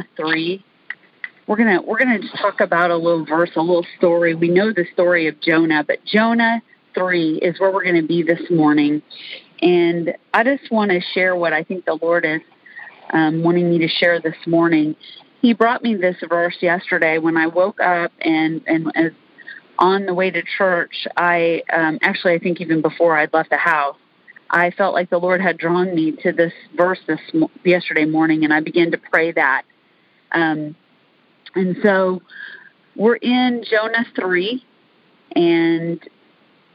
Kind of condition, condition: link, phone line